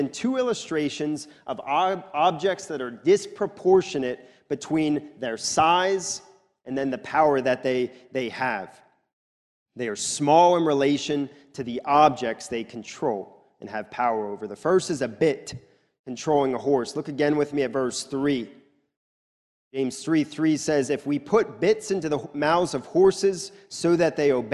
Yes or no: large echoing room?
yes